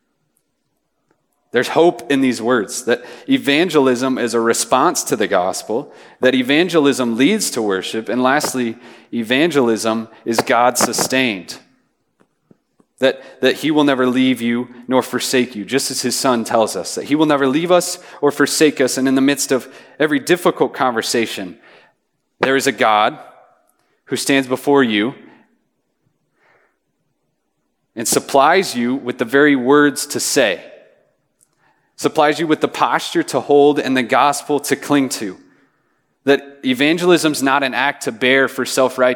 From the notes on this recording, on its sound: Message preached on June 22, 2023 at a Thursday Night Gathering of Coram Deo College Ministry.